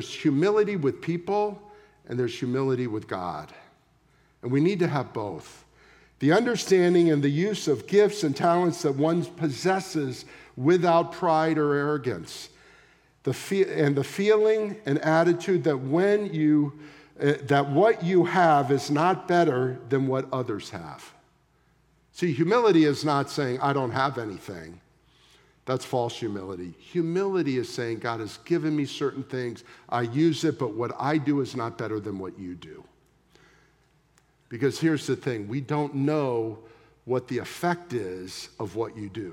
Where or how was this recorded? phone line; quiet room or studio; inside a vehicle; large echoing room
large echoing room